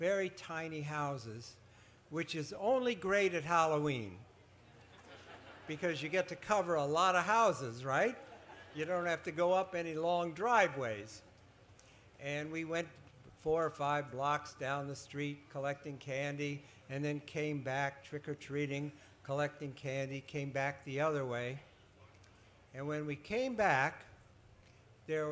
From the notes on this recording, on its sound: appears at the 2012 Library of Congress National Book Festival